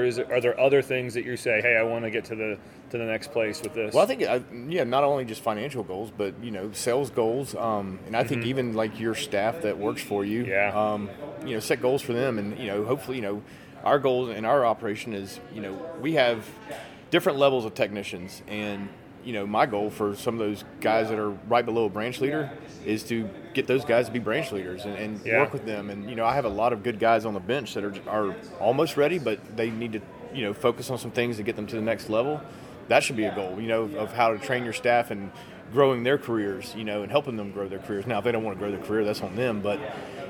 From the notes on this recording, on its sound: BONUS content recorded at SYNKD Live 2024. BONUS content recorded at SYNKD Live 2024!